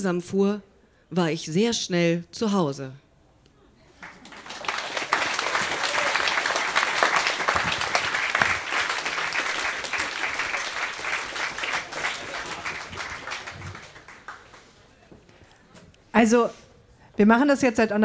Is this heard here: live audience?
yes